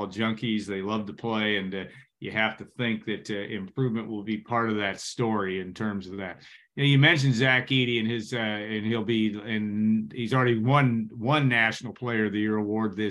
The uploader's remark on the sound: Birthday Zoom